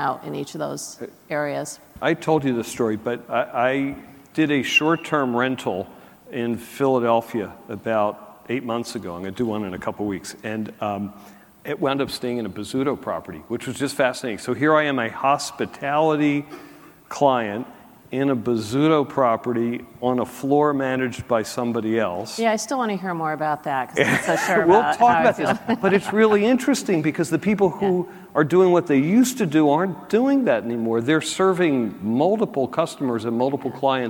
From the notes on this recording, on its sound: a panel discussion from the 2019 National Multifamily Housing Council Meeting